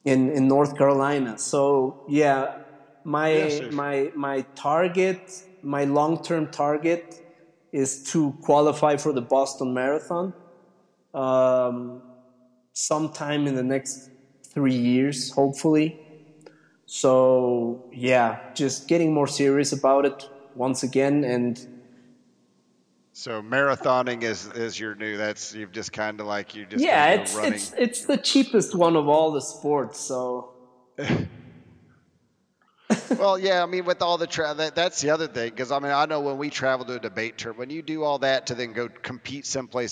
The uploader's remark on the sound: It sounds like I interviewd him in a cave for that hard core journalist effect.